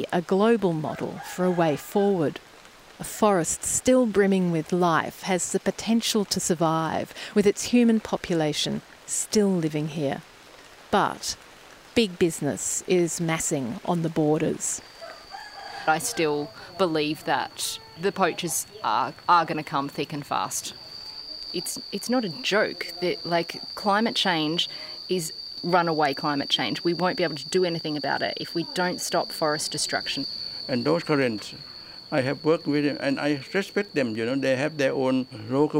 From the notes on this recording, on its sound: we walk beneath the canopy and hear at last, the way the forest should sound